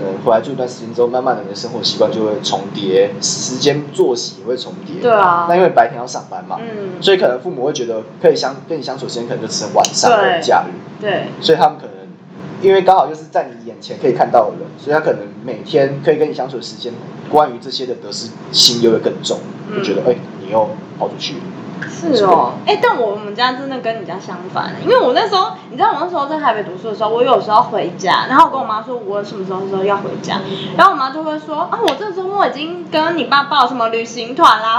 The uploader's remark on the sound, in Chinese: 因為錄音地點附近是校園所以會有鐘聲XDD還請大家多多見諒ㅠㅠ。所以有雜音或是音質上的問題還請大家見諒。我們已經入手麥克風設備ㄌ^^。